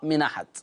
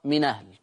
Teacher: تحذف الهمزة ونأخذ الحركة التي على الهمز ونضعها على الساكن قبل الهمز · Term: النقل